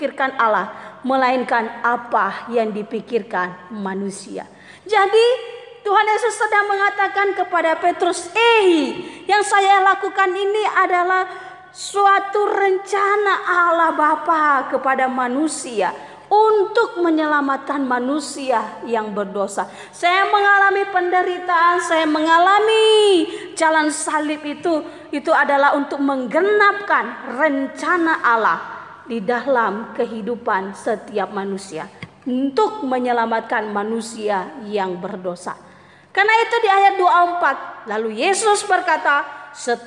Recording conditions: live audience